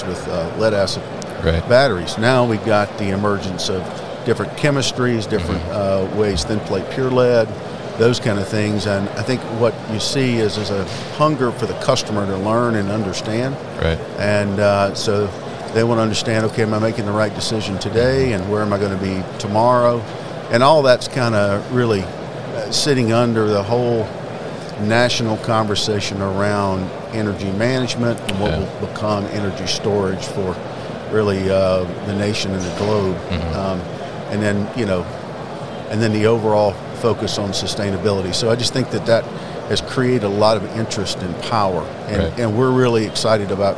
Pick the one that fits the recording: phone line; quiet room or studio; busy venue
busy venue